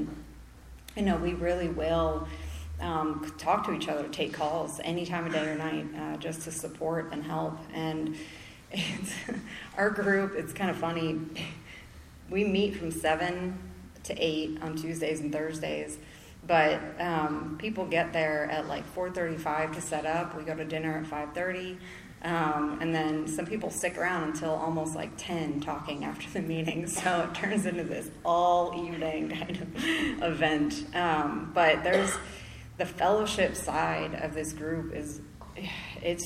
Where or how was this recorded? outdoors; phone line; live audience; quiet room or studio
live audience